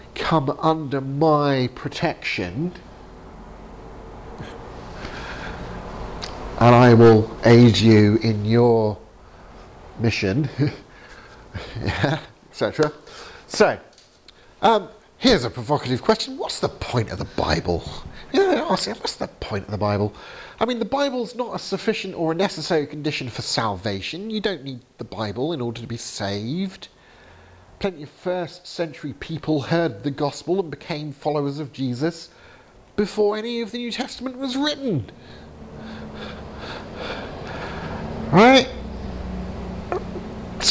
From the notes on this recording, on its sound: Training seminar at Highfield Church, Southampton, October 2019